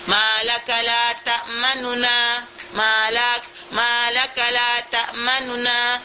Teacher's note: Tidak ada dengung dalamnya. Dan kedua nun diizharkan, nu, tetapi hanya saja harakat huruf yang pertama itu hanya sepertiga saja. Hilang dua per tiga.